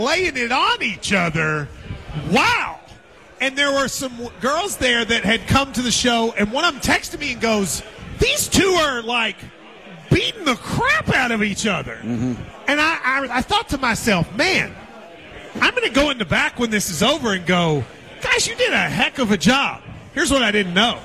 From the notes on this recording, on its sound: Live at the KSR Lexington Golf Scramble